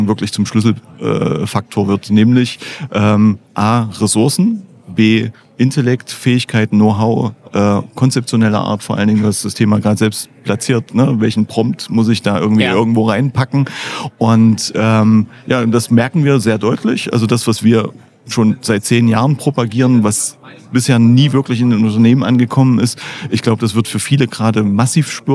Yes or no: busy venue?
yes